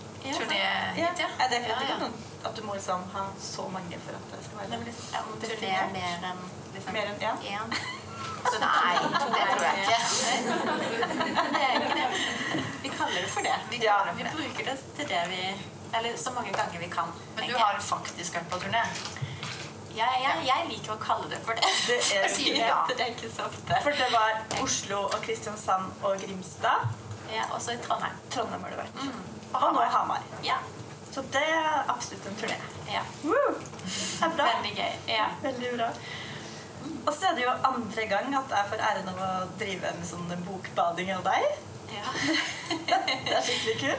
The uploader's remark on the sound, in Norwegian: BEKLAGER FOR LYDKVALITETEN!! Denne episoden er et liveopptak fra Stitsjorama med Witre Design.